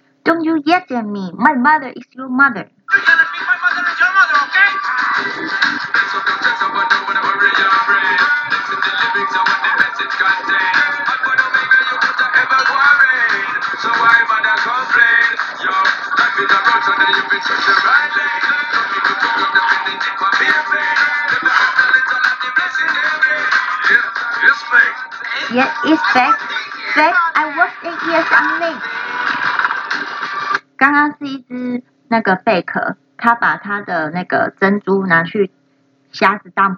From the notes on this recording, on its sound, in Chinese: 手機音質不佳